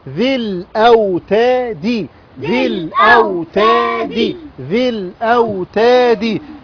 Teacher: نحذف الساكن الاول، نحذف الساكن الاول في النطق، وبعدين نخرج من الذال المكسورة على اللام مباشرة · Term: التقاء ساكنين